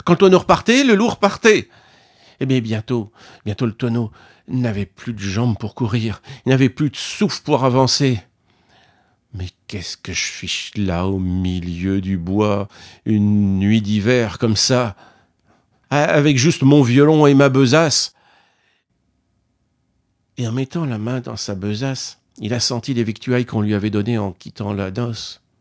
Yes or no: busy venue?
no